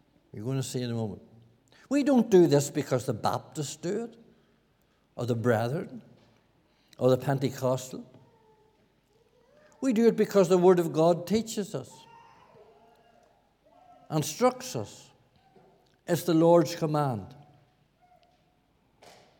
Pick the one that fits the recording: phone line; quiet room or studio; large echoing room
large echoing room